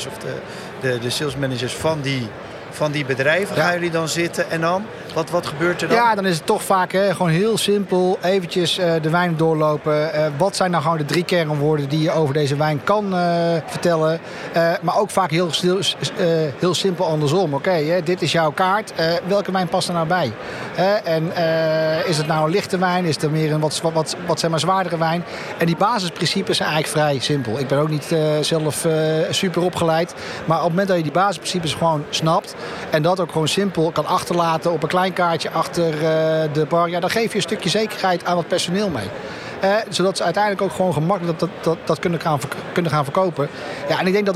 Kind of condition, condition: setting, busy venue